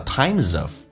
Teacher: Time, I 这个发音稍微的饱满一点，上下嘴巴打开到极限，再滑动到 A 这个发音。Time, time 后面加 S 叫做 times,跟 of 有一个连音叫 times of